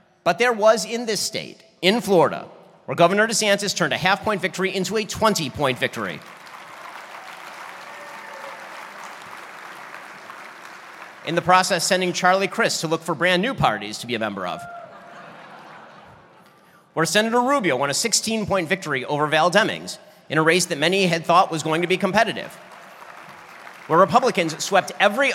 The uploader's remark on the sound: My keynote speech for the Republican Party of Florida's 2023 Statesman Dinner in Orlando, Florida.